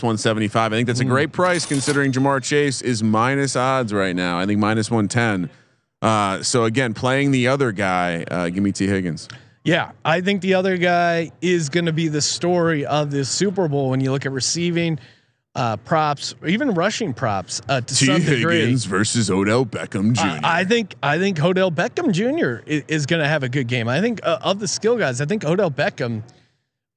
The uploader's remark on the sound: broadcasting live again from Super Bowl Radio Row